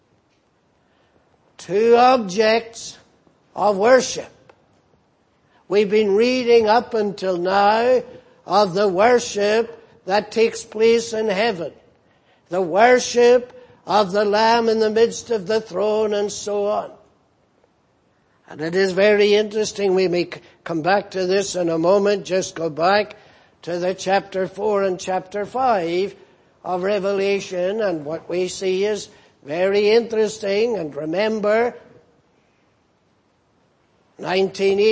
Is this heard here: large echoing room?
yes